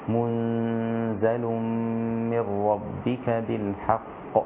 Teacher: هكذا قرأ شعبة، قرأ حفص منزل بالتشديد. أما شعبة فقرأ بإسكان النون وتخفيف الزاي فيصير النطق بها إخفاء مع الغنة